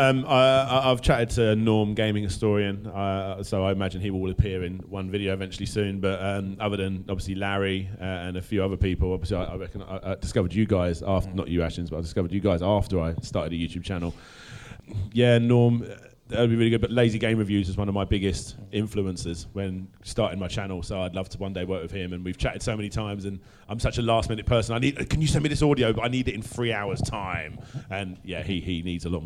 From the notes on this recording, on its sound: Retro Gaming Youtubers Panel from PLAY Expo Blackpool.